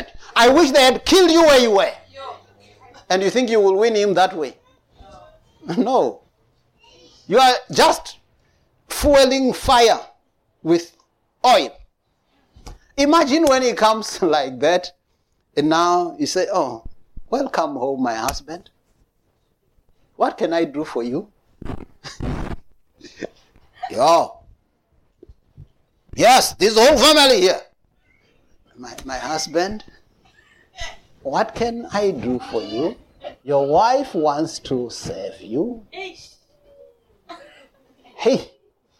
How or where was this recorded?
large echoing room